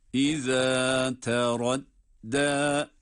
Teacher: اِذَا تَرَدَّى derken dal harfi de ince okunan ve med yapılan bir durumda. Dal harfi zaten ince okunuyor ama med ile de uzatarak duruyoruz. İza teradda.